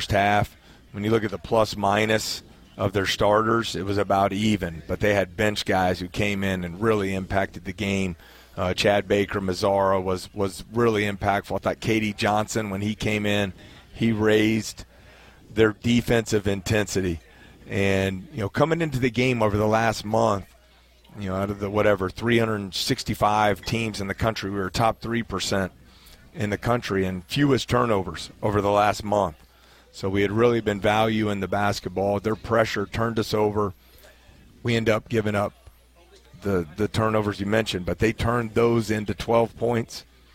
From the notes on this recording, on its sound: Radio call-in show. Aired live from TJ Ribs on Acadian Thruway.